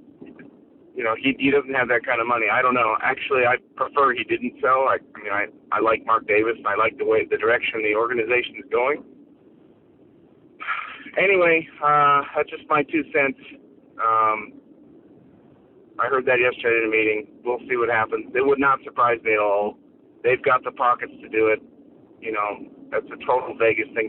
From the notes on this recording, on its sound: Raider Nation “Boneline” Call-in Segment